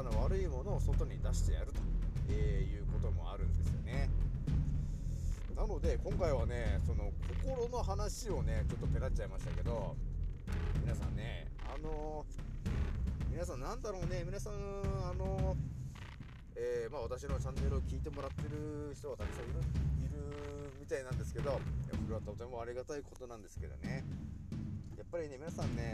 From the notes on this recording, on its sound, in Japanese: 少し音声が小さくなってしまいました。すまん。